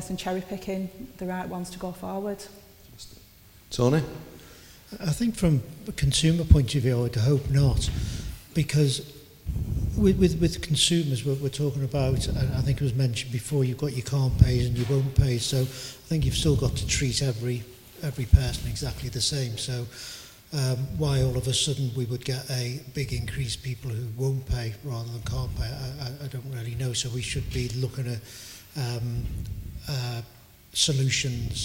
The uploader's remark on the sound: From our latest event, 'Shaping the Future of Collections'